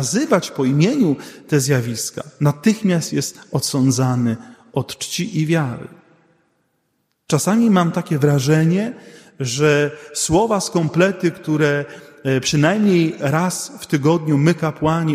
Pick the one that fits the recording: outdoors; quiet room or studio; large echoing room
large echoing room